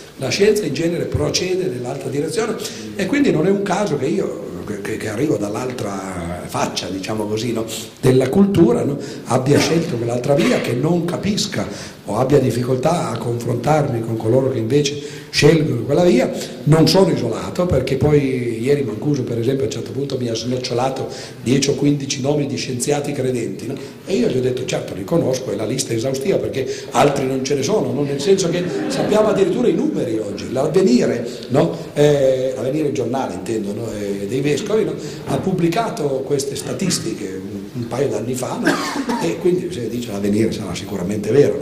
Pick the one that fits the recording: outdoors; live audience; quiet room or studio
live audience